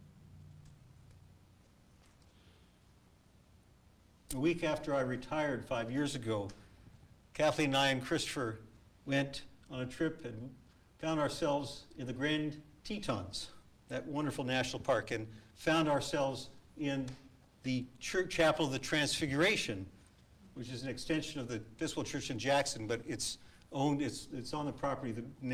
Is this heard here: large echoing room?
yes